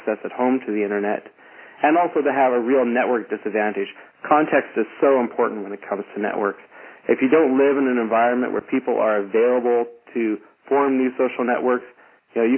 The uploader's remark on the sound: Call recorded on November 10, 2011.